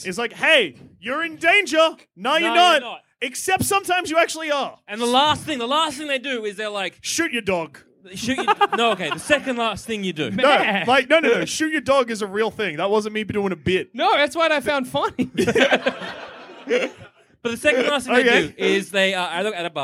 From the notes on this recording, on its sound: Did a live show. In Sydney.